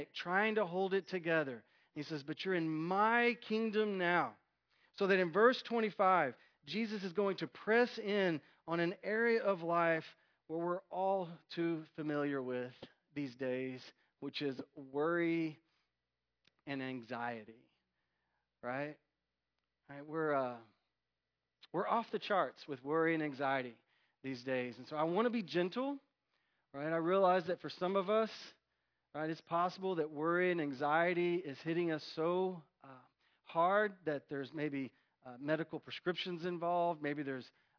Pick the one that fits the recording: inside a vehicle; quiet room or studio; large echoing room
large echoing room